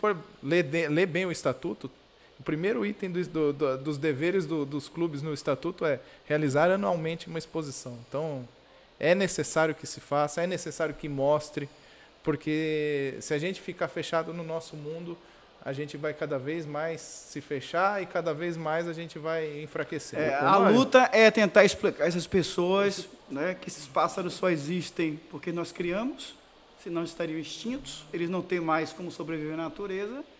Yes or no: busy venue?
yes